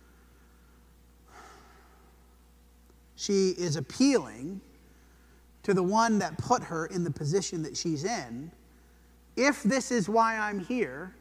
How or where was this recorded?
large echoing room